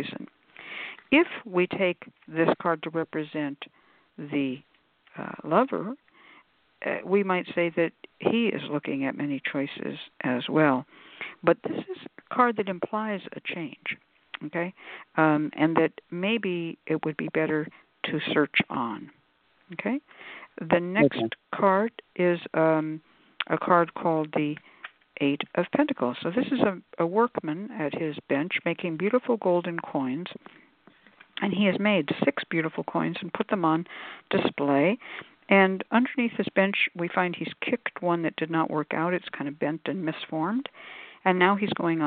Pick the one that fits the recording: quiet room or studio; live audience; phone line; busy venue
phone line